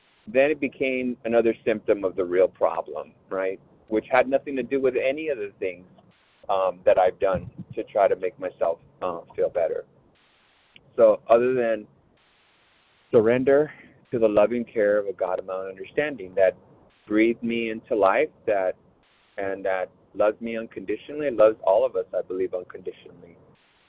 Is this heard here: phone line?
yes